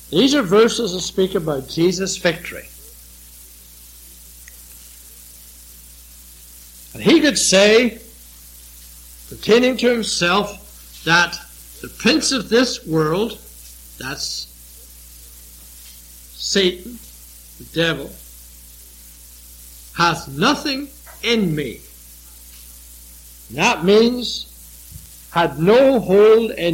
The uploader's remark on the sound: It was preached during the evening service here. It was recently converted from cassette.